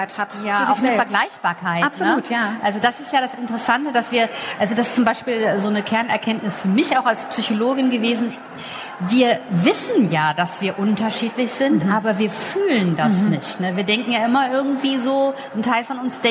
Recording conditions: busy venue